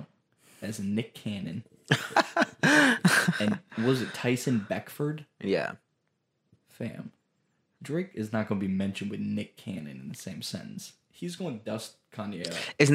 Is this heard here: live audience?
no